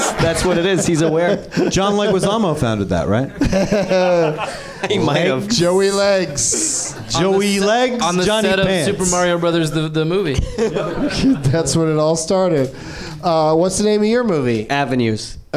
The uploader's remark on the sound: Live from the NerdMelt Showroom in LA